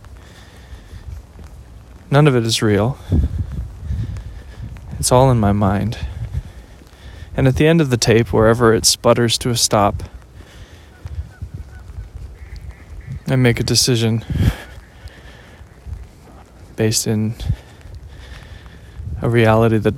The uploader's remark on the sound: listen to me walk and talk